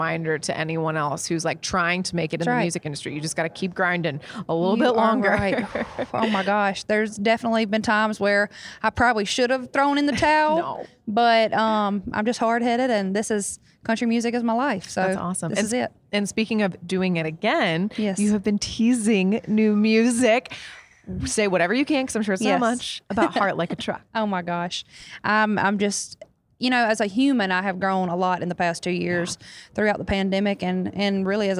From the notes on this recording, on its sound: backstage at Audacy's Leading Ladies Live